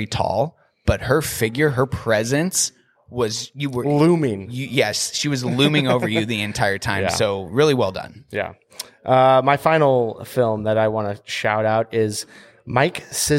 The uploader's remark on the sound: Sit down at the Grand Cinema lounge one more time to wrap up the 2022 Tacoma Film Festival.